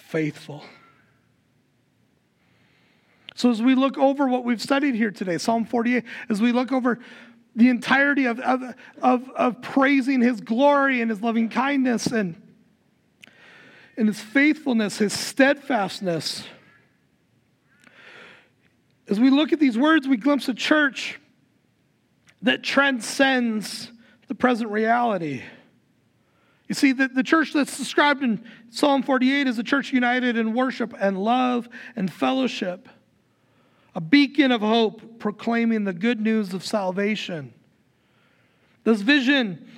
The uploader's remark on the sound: Recorded live at Word of Life Church in Le Sueur, Minnesota, on July 9, 2023